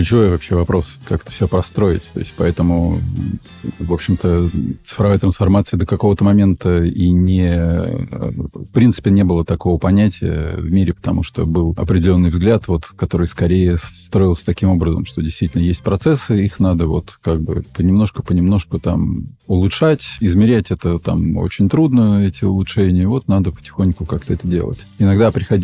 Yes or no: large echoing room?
no